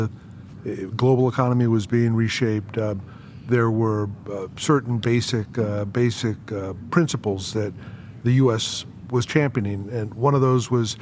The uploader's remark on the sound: LIVE FROM MONEY 20/20